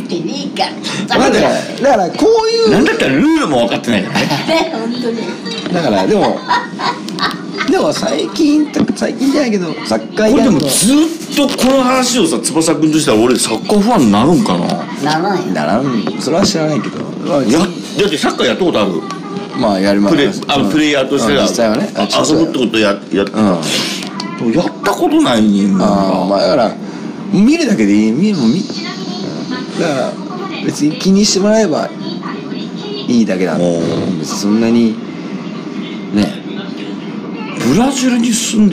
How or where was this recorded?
busy venue